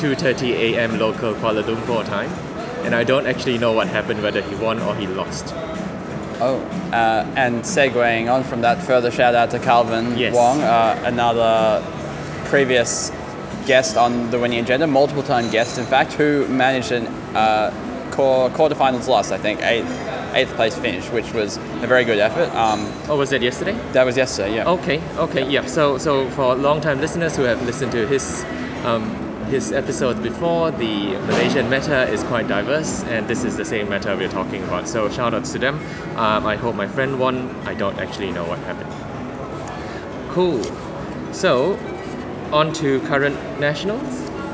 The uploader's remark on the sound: live from a Sydney cafe in the midst of Australian Nationals!